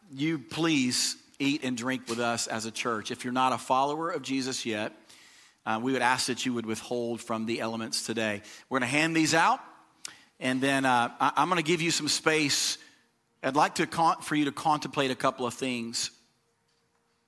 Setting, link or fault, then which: setting, large echoing room